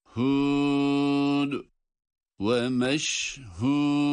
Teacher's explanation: Yine dal harfiyle duruyoruz ve kalkale yapıyoruz. Bu dal harfini cezimli okuduğumuz için.